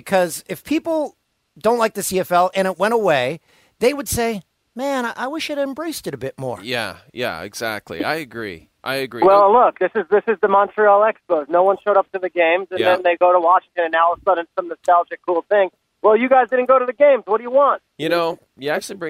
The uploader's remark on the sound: called in from the Hamptons